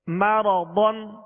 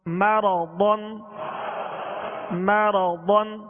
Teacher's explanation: ضاد کو پر اس لیے پڑھیں گے کہ حروف مستعلیہ میں سے ضاد کو پر پڑھیں گے یعنی موٹا پڑھیں گے مرضن ہونٹ